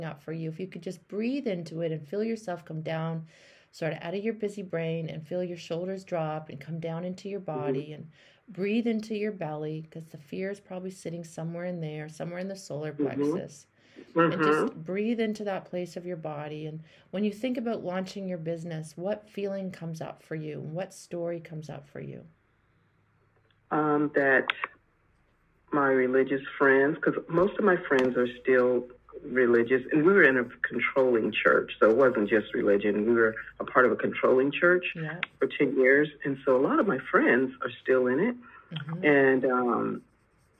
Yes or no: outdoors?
no